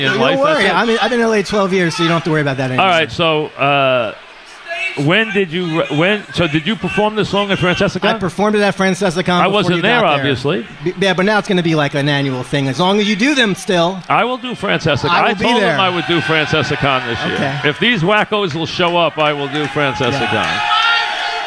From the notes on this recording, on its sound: live at Bar